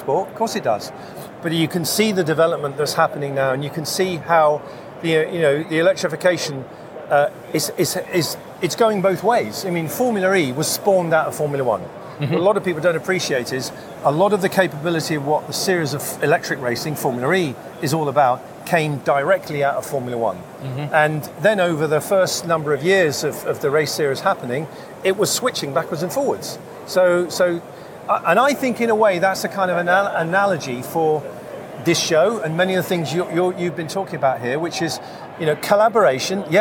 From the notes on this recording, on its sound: A 15 Minute Walk & Talk Episode. This is a 15 minute walk and talk we recorded at the show (initially shared as a video on my LinkedIn channel).